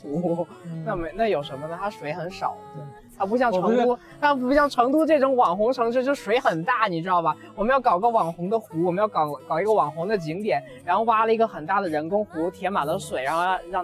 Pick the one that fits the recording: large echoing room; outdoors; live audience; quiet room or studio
outdoors